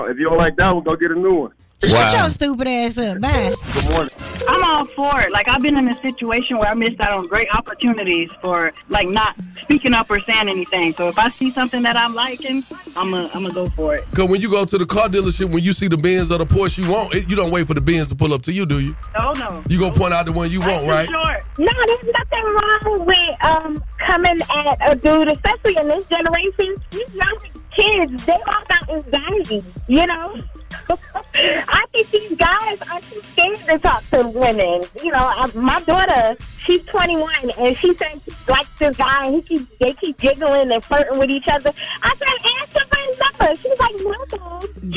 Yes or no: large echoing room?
no